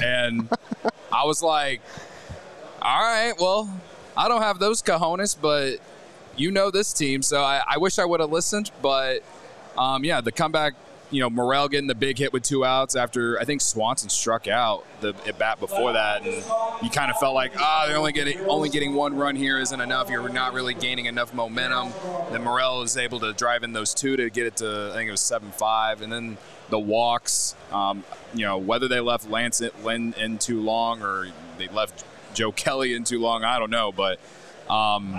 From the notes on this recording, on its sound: Live from the National Sports Collectors Convention in Rosemont. The CHGO Cubs Podcast crew is out and about with the Diehards!